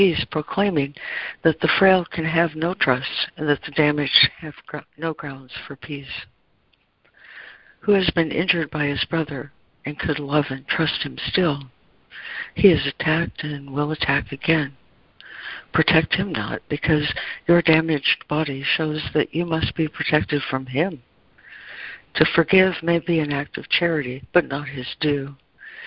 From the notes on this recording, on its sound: ACIM Daily Conference Call